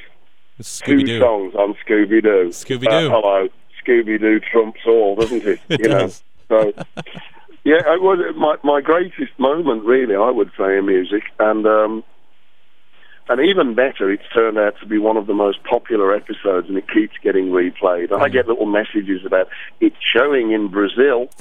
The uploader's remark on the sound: took some time on the phone